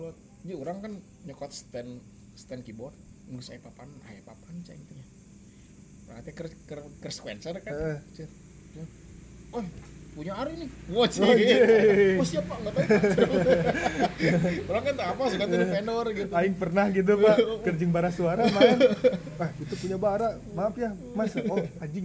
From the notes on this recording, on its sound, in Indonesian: Dengan backsound suara kendaraan karena memang rekaman dilakukan di Jalur Pantura.